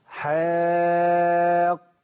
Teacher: القاف برضه ما ينفعش ان احنا ندلعها لان القاف هنا حرف مفخم